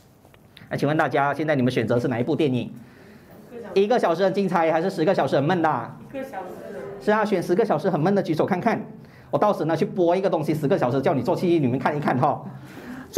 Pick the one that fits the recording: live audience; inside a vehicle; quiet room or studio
live audience